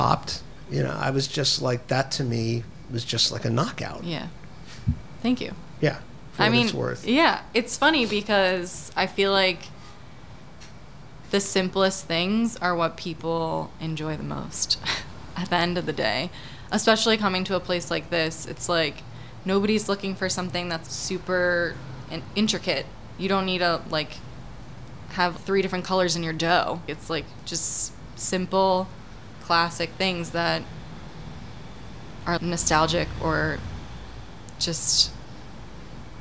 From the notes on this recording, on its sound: At Forsythia restaurant in lower Manhattan. Outside the restaurant.